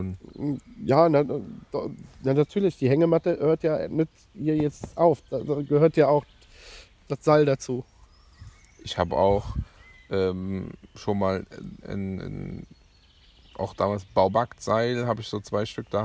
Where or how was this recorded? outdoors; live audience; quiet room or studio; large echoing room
outdoors